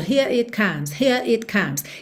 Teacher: eles acabam enrolando a língua no R, here it comes, para juntar no it